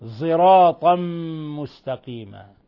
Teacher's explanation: وقرأ خلف عن حمزة بإشمام الصاد صوت الزاي